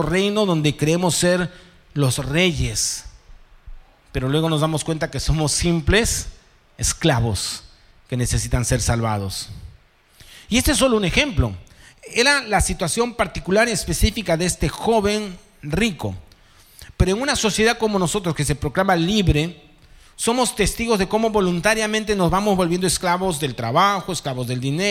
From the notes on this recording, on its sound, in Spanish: presentado en vivo el domingo 9 de julio de 2023 Este podcast es la retransmisión de la reunión de iCafe de cada domingo